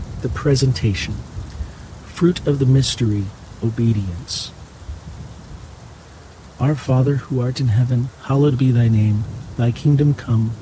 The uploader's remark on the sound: HEAVY RAIN. The natural ambient sounds of heavy pouring rain with crackling thunder and lightning will fill your senses with calm and wash away distractions alongside this Monday rosary.